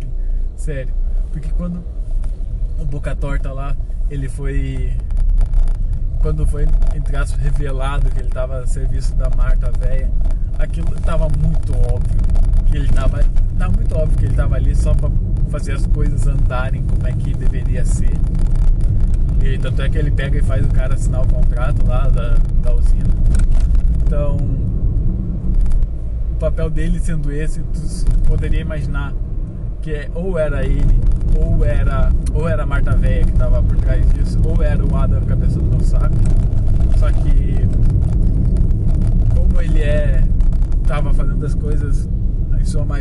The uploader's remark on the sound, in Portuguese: Podcast gravado no carro